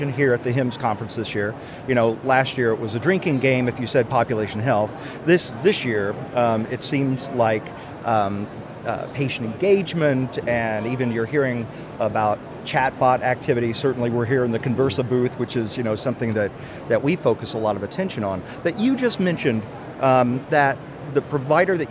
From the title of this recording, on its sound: LIVE from #HiMSS17